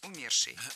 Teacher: А в причастии «умерший» ударным должен быть корень слова.